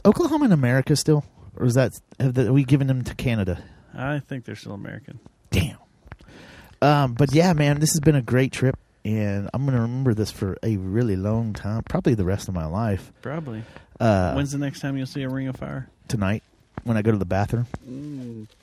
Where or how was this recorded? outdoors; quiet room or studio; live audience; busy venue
outdoors